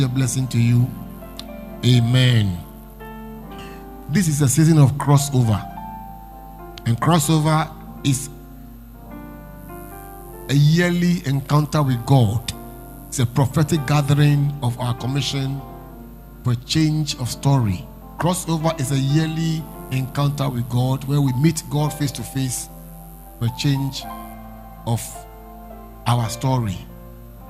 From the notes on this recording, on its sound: Preached At LCC Goshen.